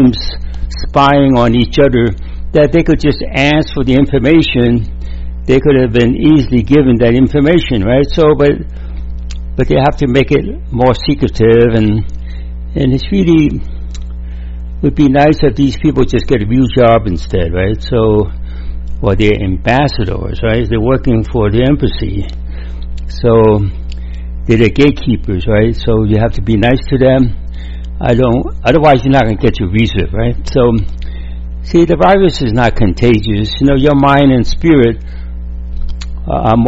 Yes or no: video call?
no